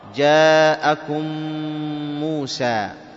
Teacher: تشدد الميم، تضغمها فتصيران ميما مشددة مضمومة · Term: إدغام المتماثلين